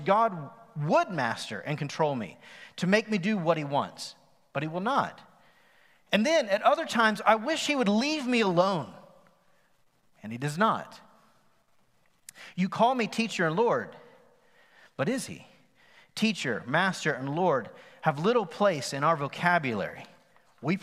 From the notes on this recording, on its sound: Recorded live on September 27, 2020 at The Fellowship at Mt Juliet.